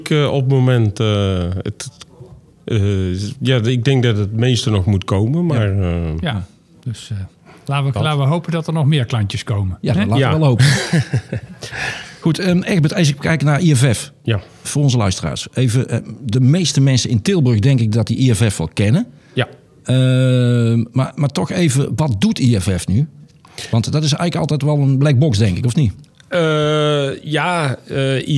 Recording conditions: busy venue